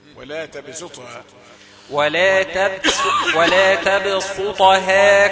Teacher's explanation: الطاء هي المفخمة خلاص، تاخد حقها. إنما السين مرققة